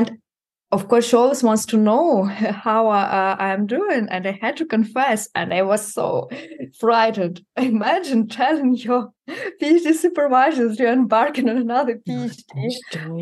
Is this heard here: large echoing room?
no